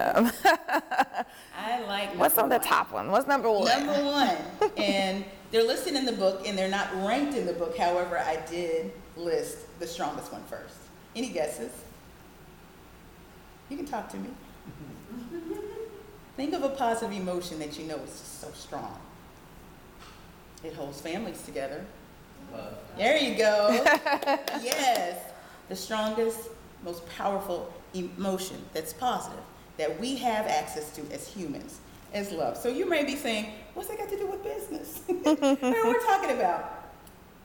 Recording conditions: live audience